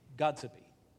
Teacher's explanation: pronounced very quickly with the accent on the first syllable